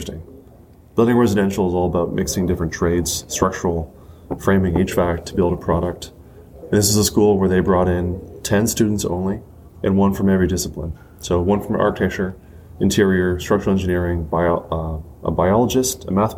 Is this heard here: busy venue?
yes